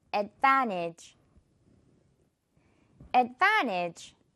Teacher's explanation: T는 발음상 없습니다. 생략할 거예요. Advantage. 바로 내려가요.